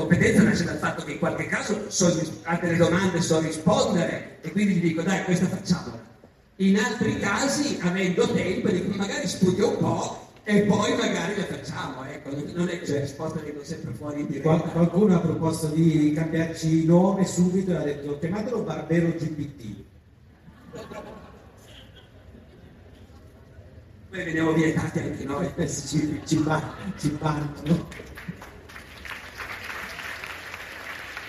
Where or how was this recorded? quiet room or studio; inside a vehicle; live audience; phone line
live audience